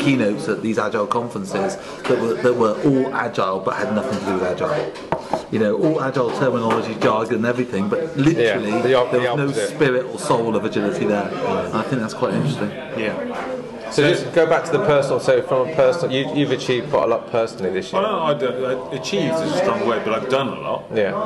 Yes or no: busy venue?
yes